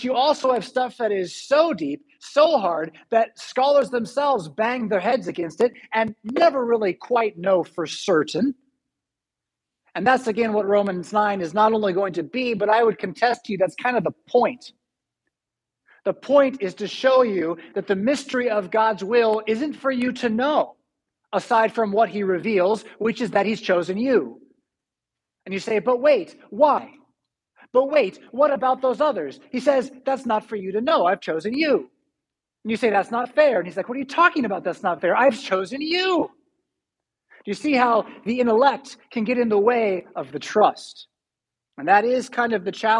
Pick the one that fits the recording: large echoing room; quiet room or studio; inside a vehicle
large echoing room